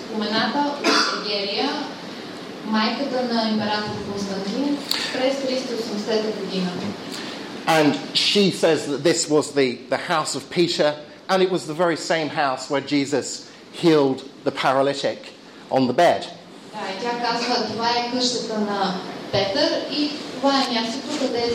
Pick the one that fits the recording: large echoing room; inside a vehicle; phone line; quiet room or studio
large echoing room